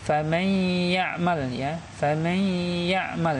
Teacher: membaca idgham ya dengan cara digunahkan ya maksudnya dengan cara didengungkan ya atau mendengung · Term: idgham biguna